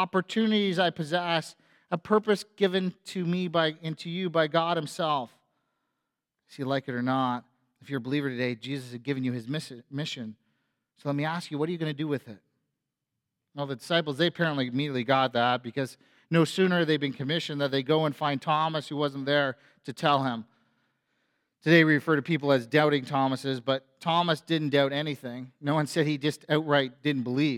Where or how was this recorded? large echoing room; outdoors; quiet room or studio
large echoing room